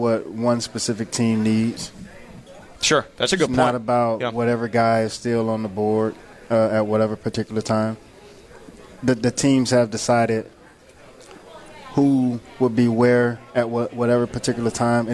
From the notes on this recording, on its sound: Draft Day Live From Palm Beach Kennel Club. On site at the Palm Beach Kennel Club at the Paddock Restaurant.